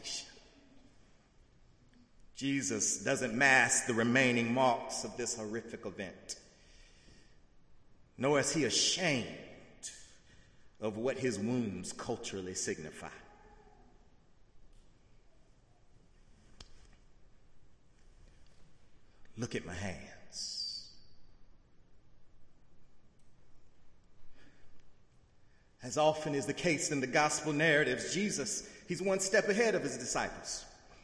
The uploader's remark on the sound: in the Memorial Church.